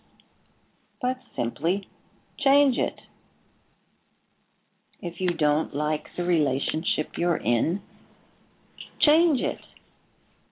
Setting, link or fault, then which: link, phone line